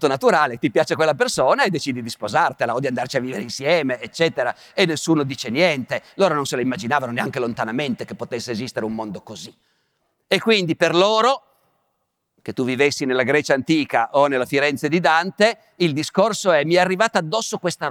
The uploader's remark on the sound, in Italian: Puntata speciale live. Dal Grattacielo di Intesa Sanpaolo, live.